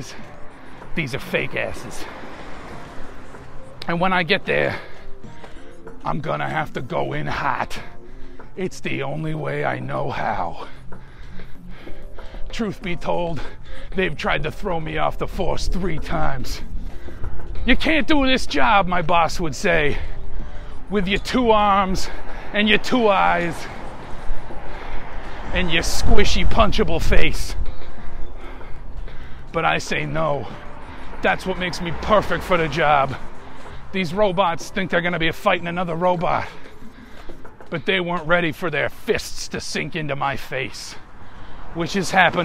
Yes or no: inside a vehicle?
yes